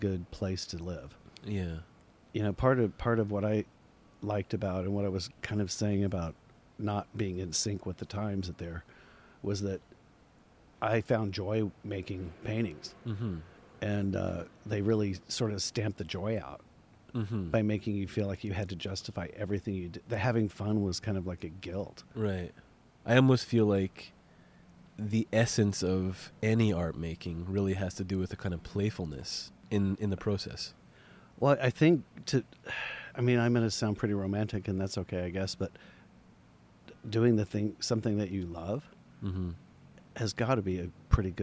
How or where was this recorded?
outdoors